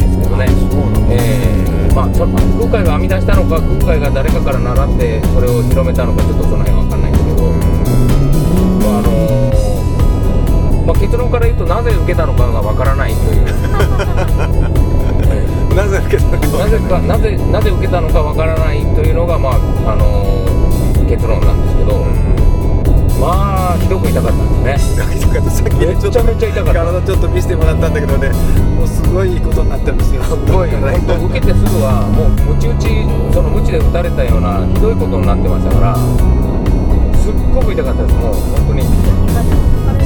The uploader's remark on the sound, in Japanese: 長崎あんでるせんツアー。ドライビング対談収録。